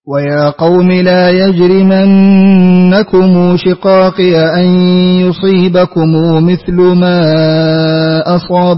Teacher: اعطف قالون بالصلة مع التوسط